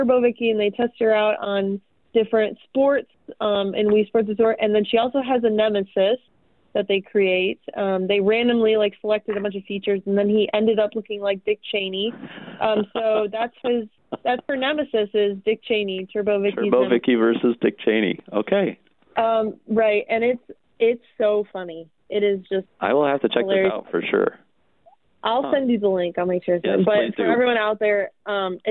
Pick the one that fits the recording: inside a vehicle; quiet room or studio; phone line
phone line